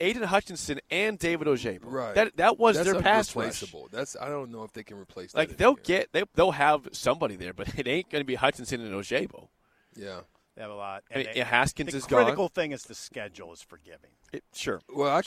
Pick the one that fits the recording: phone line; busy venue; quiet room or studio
busy venue